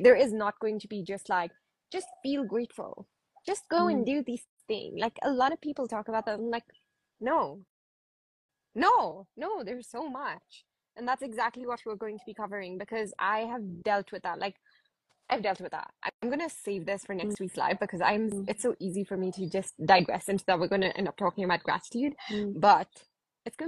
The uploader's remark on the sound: an Instagram Live